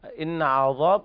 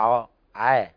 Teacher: العين فيها انفتاح ترقق · Shown in: first take